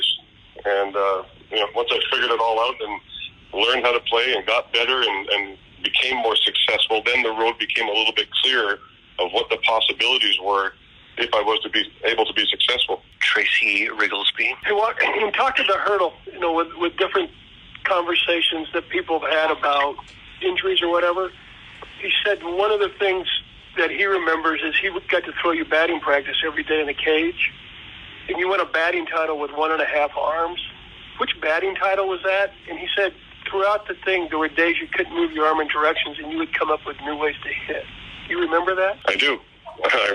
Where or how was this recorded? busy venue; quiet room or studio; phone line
phone line